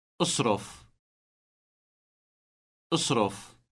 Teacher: Note the elongated trilled R.